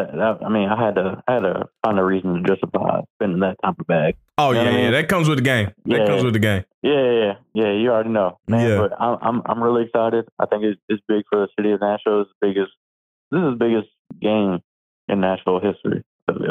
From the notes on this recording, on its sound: calls in live